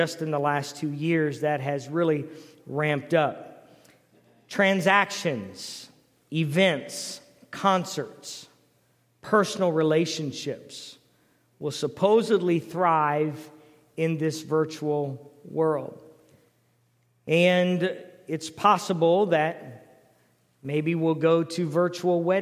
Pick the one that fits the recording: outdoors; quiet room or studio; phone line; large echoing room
large echoing room